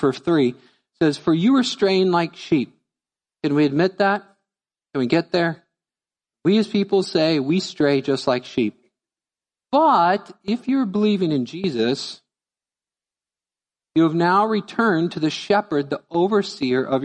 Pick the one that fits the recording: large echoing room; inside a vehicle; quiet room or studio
large echoing room